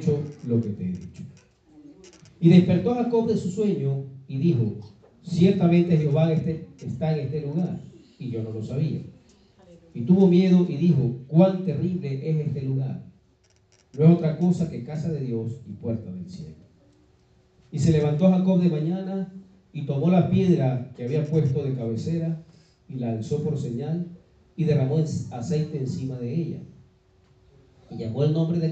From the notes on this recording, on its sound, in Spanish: fue grabada en mayo del 2019 en vivo en nuestra iglesia, Church of God Centro Cristiano Renacer